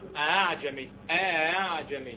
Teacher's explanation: لو هي مفتوحه يبقى تسهيل بين الهمزه والالف